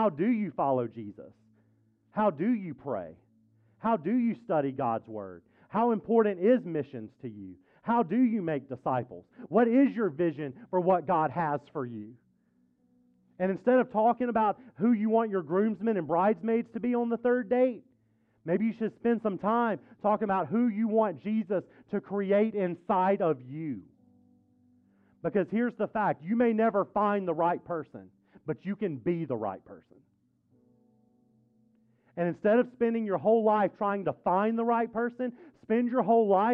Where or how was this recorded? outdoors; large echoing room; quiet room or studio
large echoing room